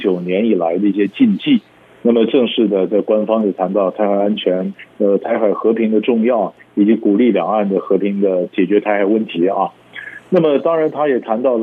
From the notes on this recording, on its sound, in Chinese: 連線訪問。